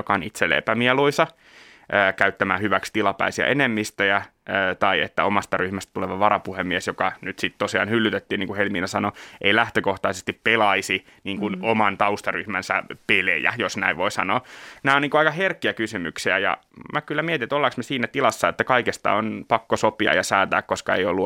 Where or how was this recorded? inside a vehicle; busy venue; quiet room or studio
quiet room or studio